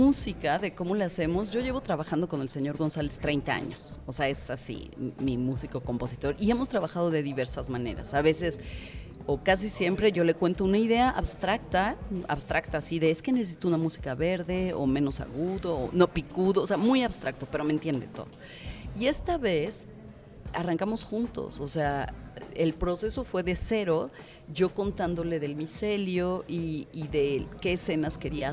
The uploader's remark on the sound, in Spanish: Inspiria beta desde el Festival Aleph.